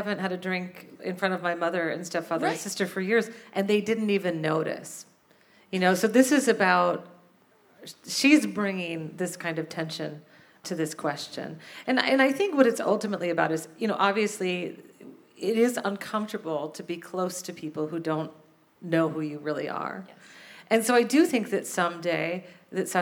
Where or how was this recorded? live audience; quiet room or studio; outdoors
live audience